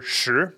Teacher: You have to remember that the pronunciation starts with SH, that it's second tone, and that it doesn't have a sort of vowel or rhyming sound in it.